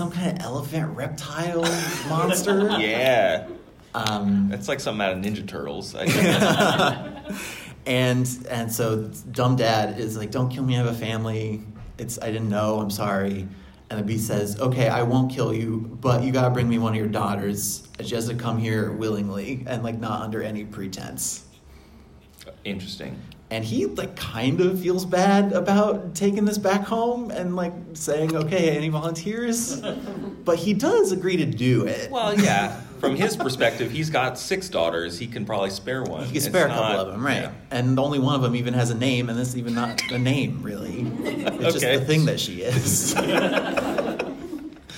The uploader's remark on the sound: LIVE from the Fall For The Book Festival. Our first episode of the new year is actually from our live show at the Fall For The Book Festival in Fairfax, VA.